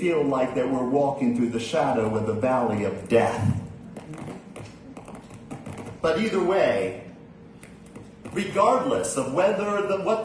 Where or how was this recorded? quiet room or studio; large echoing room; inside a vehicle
large echoing room